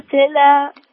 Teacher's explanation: الهمس في التاء وليس قلقلة